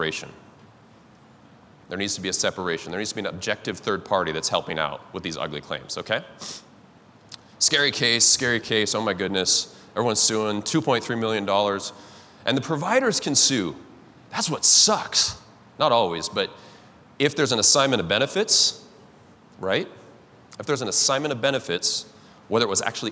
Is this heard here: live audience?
yes